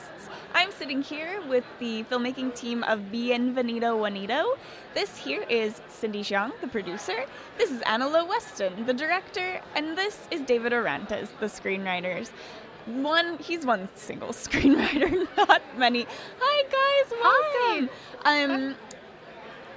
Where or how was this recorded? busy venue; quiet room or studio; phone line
busy venue